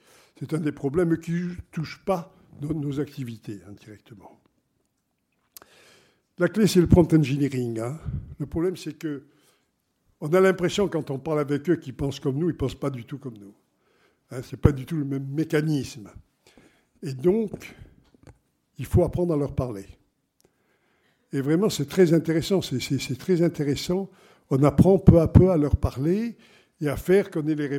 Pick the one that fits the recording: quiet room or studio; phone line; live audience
live audience